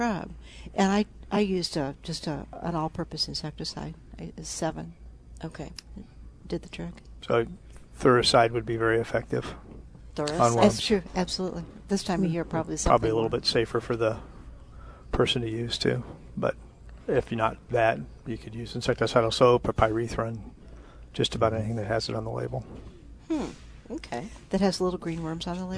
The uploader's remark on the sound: Live at Prairie Gardens